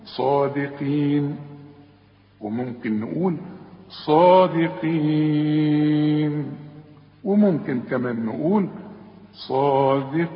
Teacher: كلمة صادقين اليه دي ممكن إحنا بنمدها عند الوقف حركتين وأربع حركات وست حركات